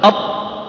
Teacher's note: انحبس الصوت ما تقدر تمد الصوت، قل أط، لو تبغى تزيد في مده ما استطعت، حرف إذن شديد.